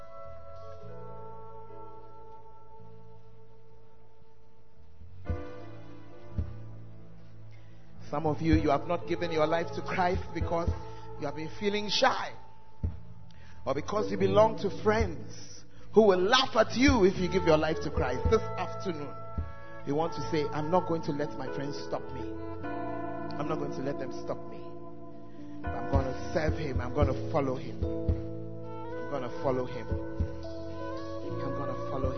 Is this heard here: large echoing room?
yes